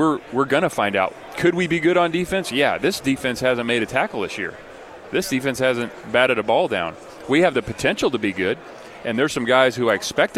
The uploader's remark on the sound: live from Pac-12 Media Day